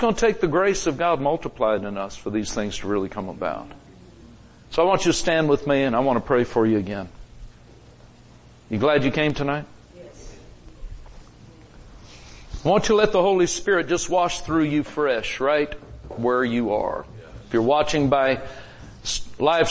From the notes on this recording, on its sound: Recorded Live at Grace Harvest Church, Holiday, FL